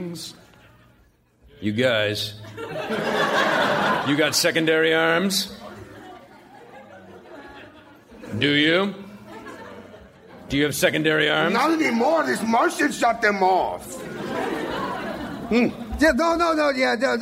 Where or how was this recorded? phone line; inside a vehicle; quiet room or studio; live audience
live audience